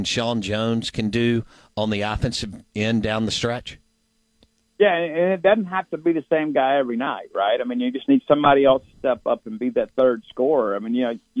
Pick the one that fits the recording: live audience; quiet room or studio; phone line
phone line